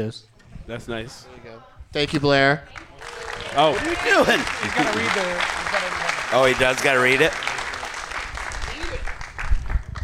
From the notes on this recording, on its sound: Live from the Alamo Drafthouse in Kansas City